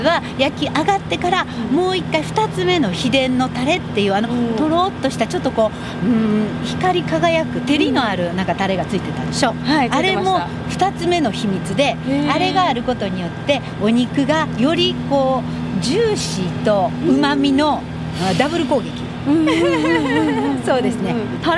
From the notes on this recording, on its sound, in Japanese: 実車収録 HC85系で紀伊長島まで行って来ました！